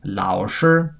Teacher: the word for teacher in Mandarin is 老师, which is third tone, first tone